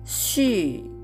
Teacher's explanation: 上から下に急降下する音になります · Term: 第4世